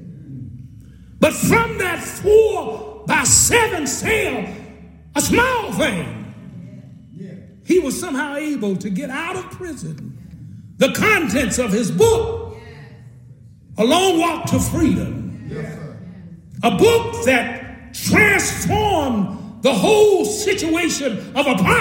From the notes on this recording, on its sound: At the historic Clay Street Missionary Baptist Church, Shelbyville, Kentucky during their first ever “Big Enough Conference”